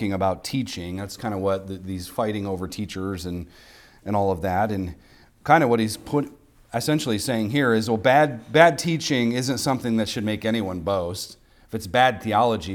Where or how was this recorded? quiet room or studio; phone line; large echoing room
large echoing room